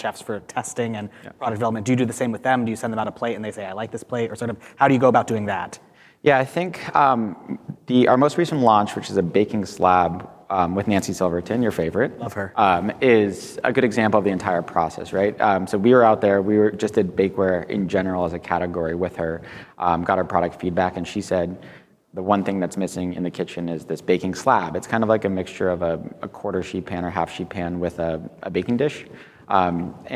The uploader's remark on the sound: His interview was recorded live at the Modern Retail Summit, held in Palm Springs last week.